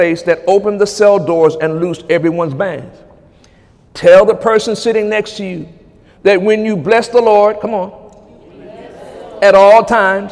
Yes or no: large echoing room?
yes